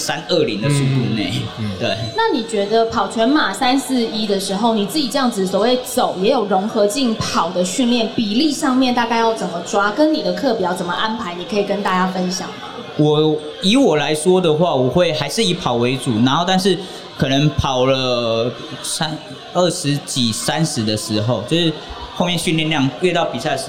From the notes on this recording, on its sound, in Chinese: 馬拉松博覽會現場錄音實況。本集為博覽會現場實況錄音，收音效果較以往節目不同。舞台直接架設錄音器材，現場隨機找來賓，不NG完成一集節目。在馬拉松運動博覽會現場的實況錄音，來了許多親朋好友及素未謀面的忠實聽眾。